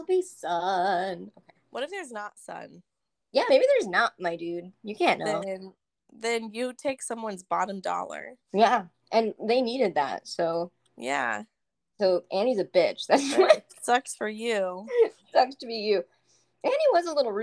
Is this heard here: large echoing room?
no